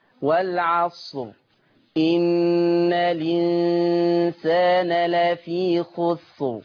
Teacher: عملنا إيه في الهمزة؟ شيلها، خد الحركة بتاعتها الكسر، انقلها على اللام · Term: النقل